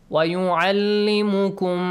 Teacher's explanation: Idgham of two identical letters. So, you produce like a nasal sound.